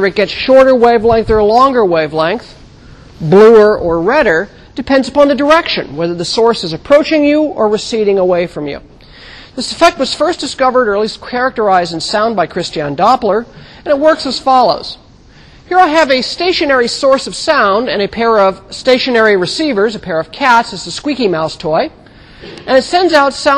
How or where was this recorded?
large echoing room